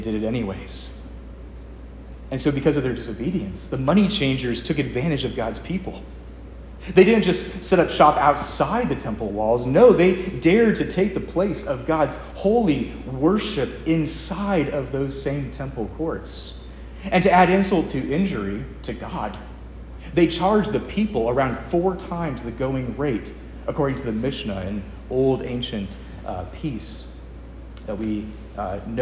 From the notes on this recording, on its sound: Preached at Edgemont, ARP in Covington, VA